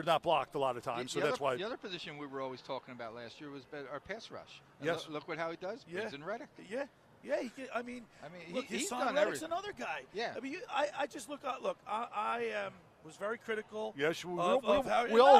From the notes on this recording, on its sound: The Locker Room broadcasts Live from the Pool at Harrah's for the NFL Sunday Splash. NFL Sunday Splash show live from the Pool at Harrah's in AC.